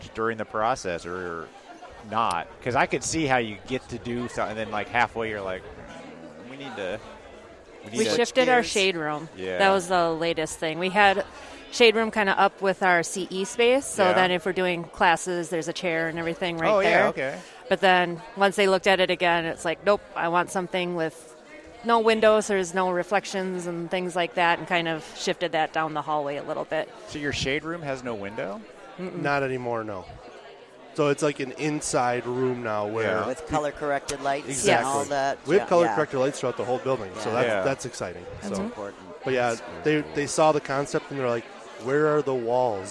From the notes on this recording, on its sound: Set up their gear in the Ivoclar Ballroom during LMT Lab Day Chicago 2023 to record all the great people attending that amazing event. Dancing in the Ivoclar Ballroom at Lab Day Chicago. Set up their gear in the Ivoclar Ballroom during LMT Lab Day Chicago 2023 to record all the great people attending that amazing event.